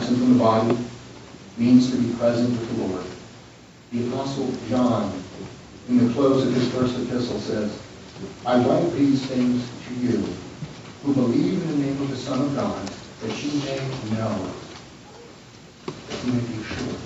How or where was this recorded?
large echoing room